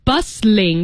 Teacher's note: so you don't really pronounce the T in the word.